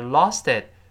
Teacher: 中间那个 t 轻轻的浊化成 d 的音